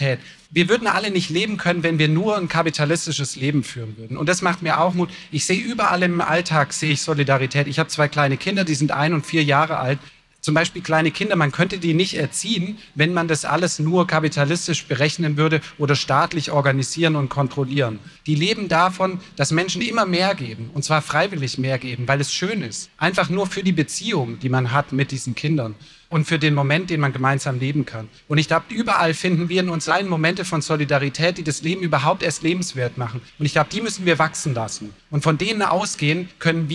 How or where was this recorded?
busy venue